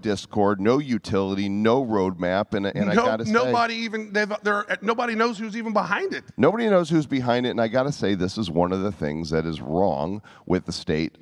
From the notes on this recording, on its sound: Live from NFT NYC 2023. Hear their entire presentation from the event, right here.